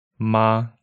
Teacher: First tone, the first tone is high and steady.